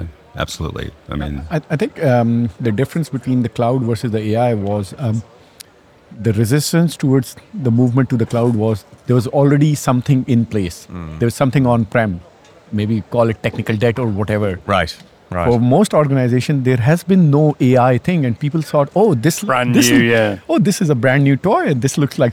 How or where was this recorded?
busy venue